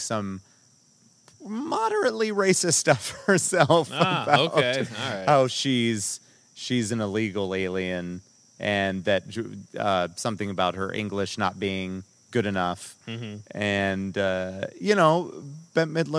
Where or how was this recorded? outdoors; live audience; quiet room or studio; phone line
outdoors